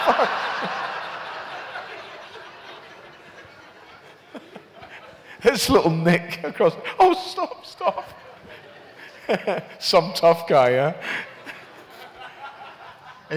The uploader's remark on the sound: recorded at this year's Sci Fi Weekender 6